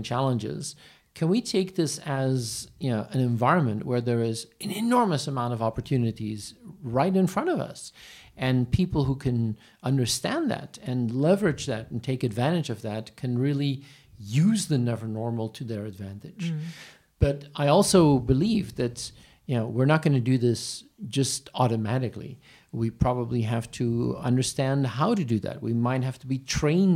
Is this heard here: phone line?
no